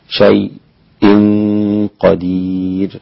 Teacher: إن الله على كل شيء قدير، شيء قدير 4 حركات لورش، والسكت لحمزة وصلا شيء قدير هكذا على الساكن قبل الهمز، وطبعا الراء تقف عليها بالترقيق قدير، وإذا وصلت فإنك تفخمها لكل الأئمة عدا الإمام ورش فإنه يرققها وصلا أيضا.